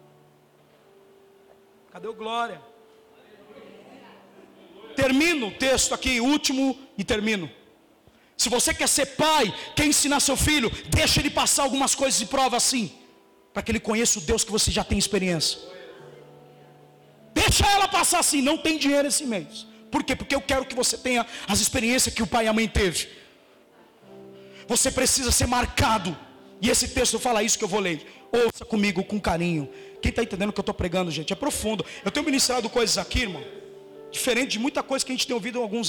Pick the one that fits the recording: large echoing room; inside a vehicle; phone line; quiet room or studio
large echoing room